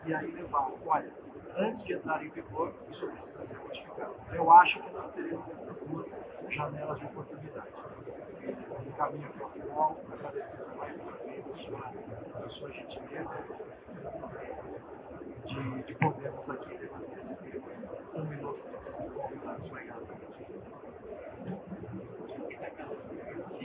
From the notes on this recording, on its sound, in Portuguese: Pedimos desculpa pela qualidade do áudio, que foi gravado em meio a ProWine.